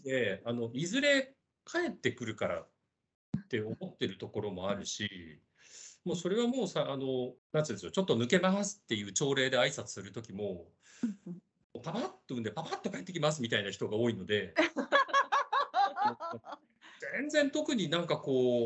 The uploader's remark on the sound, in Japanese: teamsを用いてのオンライン収録のため、音声が聞き取りにくい部分がございます。ご了承ください。